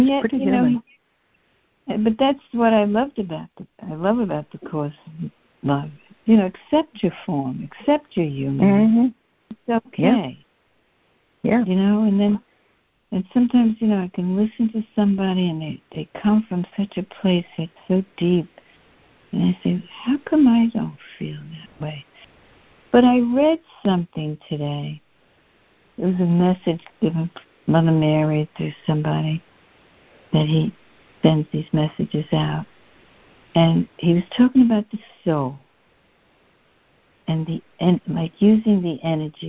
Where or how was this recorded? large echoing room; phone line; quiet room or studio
phone line